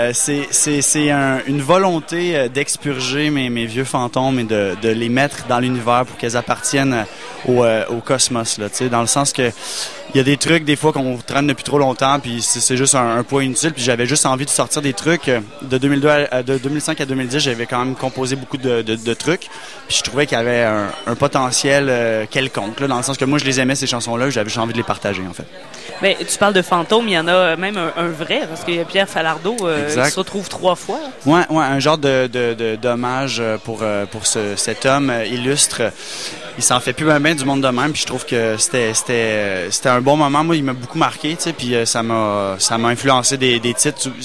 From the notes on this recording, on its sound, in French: au Festival OFF de Québec, sur les ondes de CKRL 891, en direct du bar le Sacrilège